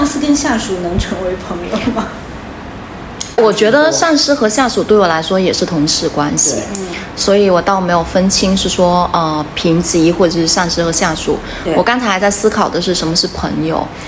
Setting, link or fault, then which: fault, background noise